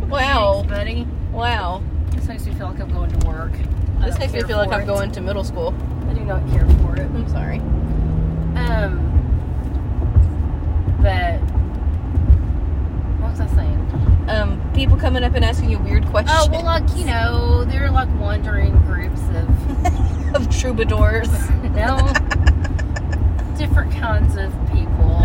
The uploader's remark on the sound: We are channeling our inner comedians getting coffee and recording this one in the car, so join us for some automotive ambience.